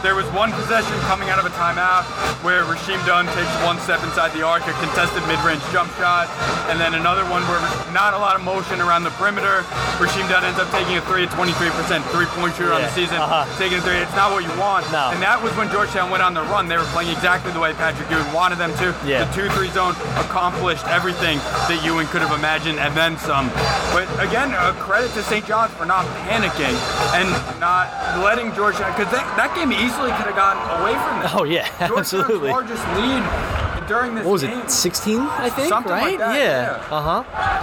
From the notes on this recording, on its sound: live from MSG